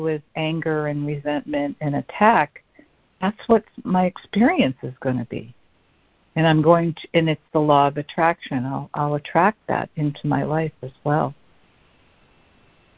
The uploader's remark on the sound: ACIM Daily Conference Call